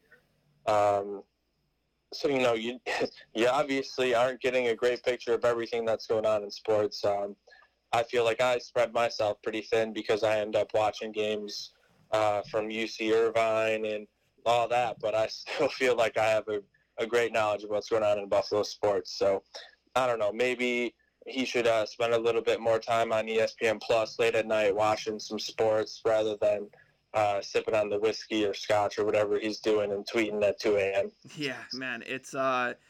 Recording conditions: phone line